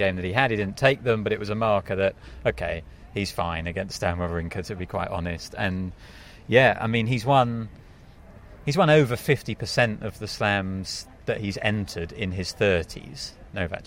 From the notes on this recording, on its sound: Live from Wimbledon.